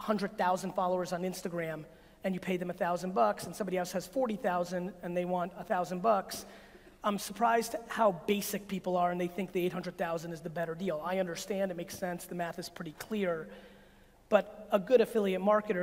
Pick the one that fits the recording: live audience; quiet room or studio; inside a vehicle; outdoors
live audience